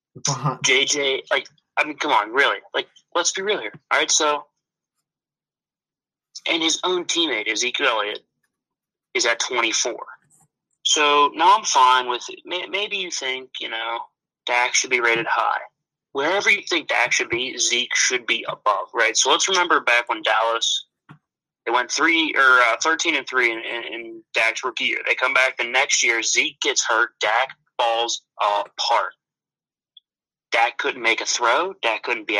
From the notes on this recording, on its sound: over the phone